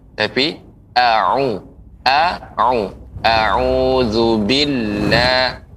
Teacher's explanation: a dan ain itu juga tidak boleh tersambung nggak boleh bergabung